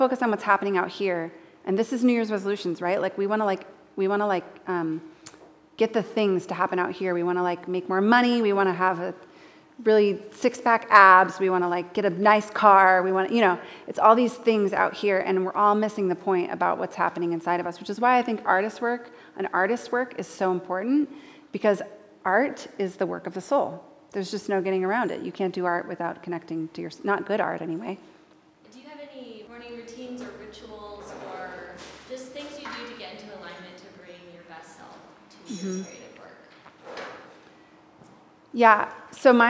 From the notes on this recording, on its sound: live podcast recording from our Winter STORY Gathering in Nashville, TN